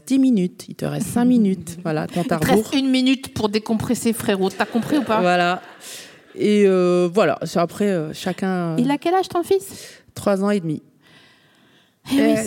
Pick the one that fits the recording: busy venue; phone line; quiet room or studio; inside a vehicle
busy venue